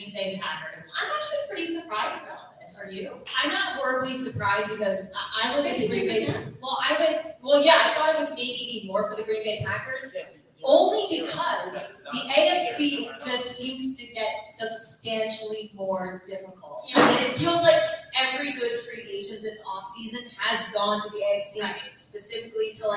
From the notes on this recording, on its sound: LIVE in-person at the Cricket Hill Brewery in Fairfield, New Jersey.